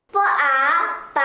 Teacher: 这个音节中声母是波，韵母是啊的二声